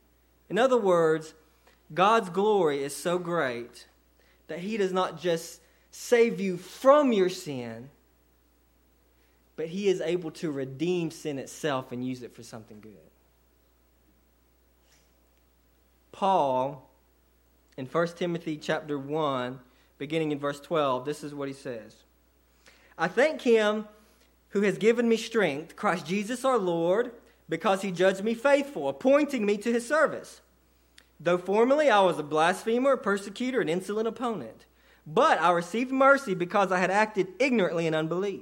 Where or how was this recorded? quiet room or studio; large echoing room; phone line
large echoing room